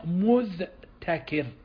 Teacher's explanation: فاستثقل الخروج من حرف مجهور وهو الذال إلى حرف مهموس وهو التاء، فأبدلت التاء دالا فصارت مذذكر، يعني أبدلت التاء دالا فصارت مذذكر، ثم أدغمت المعجمة في المهملة اللي هو الذال هي معجمة والدال مهملة.